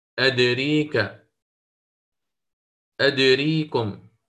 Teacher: كلما تصرف يقرأ بإمالة الألف وإمالة فتحة الراء. أدراك ستصبح أدريك، دائما إمالة كبرى، أدريك أدريكم ولا أدراكم به، وهكذا.